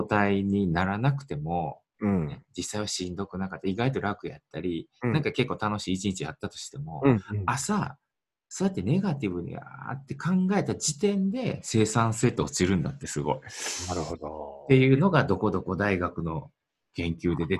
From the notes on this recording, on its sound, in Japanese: Zoom収録しています。